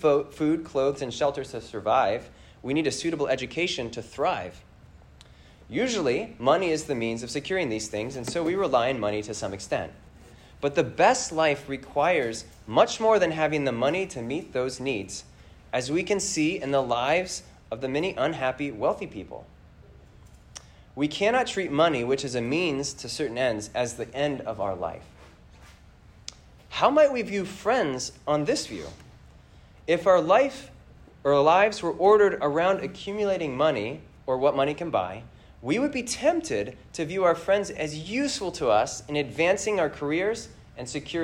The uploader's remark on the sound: This lecture was given on September 24th, 2023, at the Massachusetts Institute of Technology.